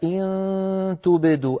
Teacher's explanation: أخفي النون عند التاء